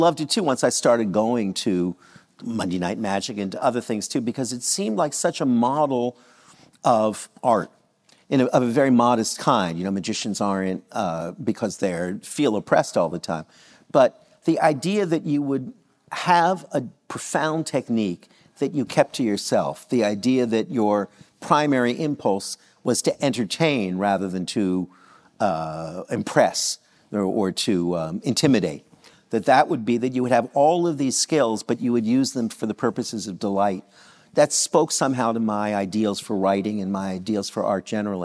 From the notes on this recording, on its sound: In a live conversation taped at the 92nd Street Y in New York City